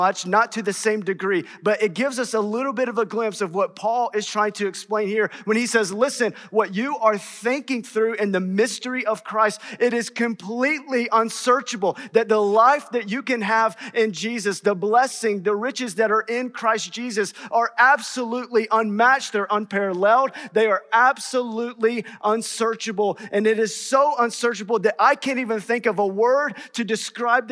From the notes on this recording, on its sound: in #SWBTSChapel on March 8th, 2022.